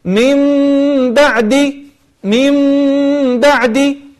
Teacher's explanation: قلب النون الساكنة أو التنوين ميما مخفاة بغنة · Term: الإقلاب